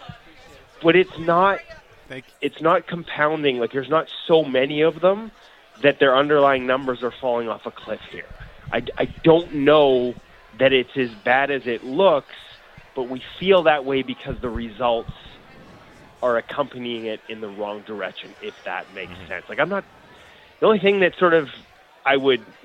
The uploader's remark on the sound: live at the JCC Sports Dinner